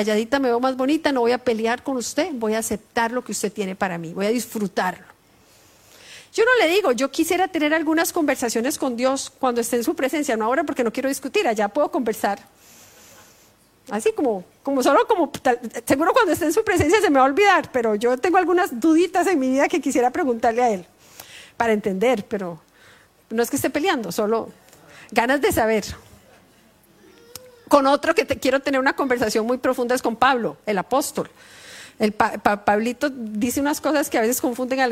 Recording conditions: large echoing room